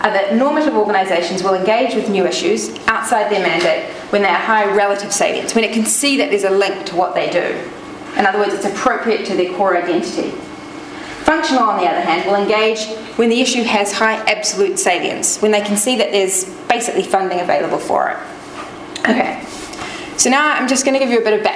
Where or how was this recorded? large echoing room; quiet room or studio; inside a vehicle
large echoing room